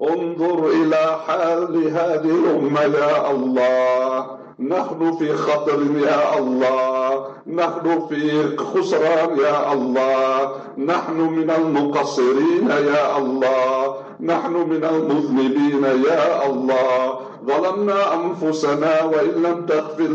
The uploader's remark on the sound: LIVE FROM JAAM'AH DARUL ULOOM NEWCASTLE